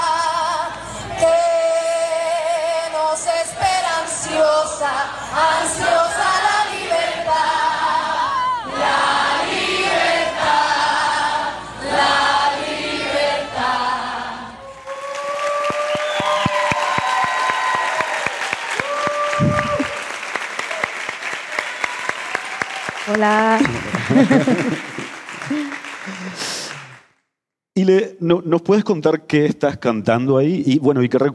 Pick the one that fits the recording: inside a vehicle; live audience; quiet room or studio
live audience